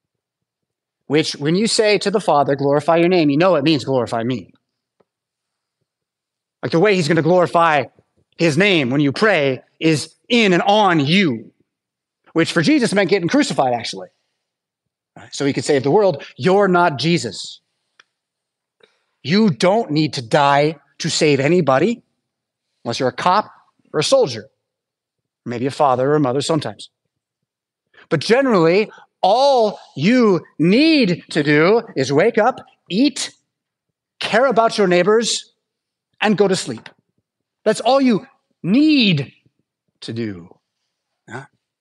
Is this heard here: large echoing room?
yes